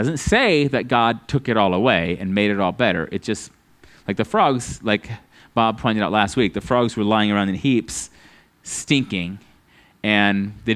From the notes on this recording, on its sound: at Living Water Fellowship Denver's Sunday morning service on July 24th 2022.